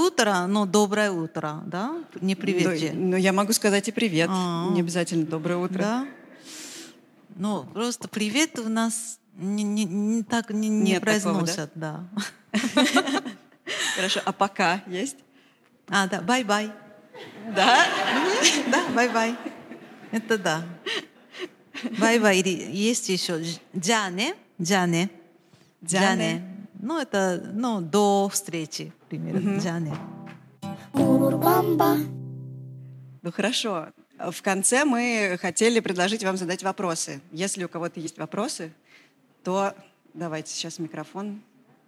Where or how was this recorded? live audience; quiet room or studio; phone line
live audience